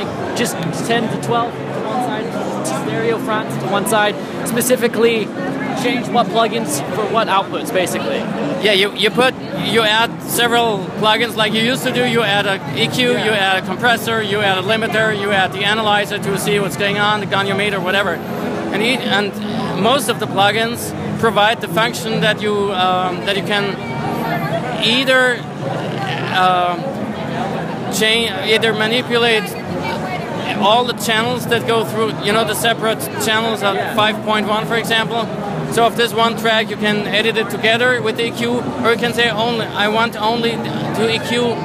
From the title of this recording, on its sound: Live from NAMM 2016